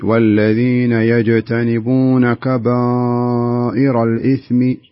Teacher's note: قراءتك بالجملة لاحظت أنك تقرأ مع الخيشوم، يعني أغلب الحروف تخرج من الخيشوم